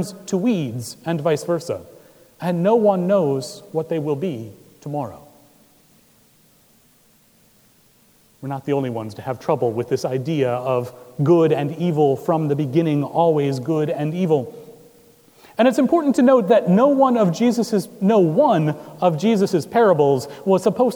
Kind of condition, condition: setting, large echoing room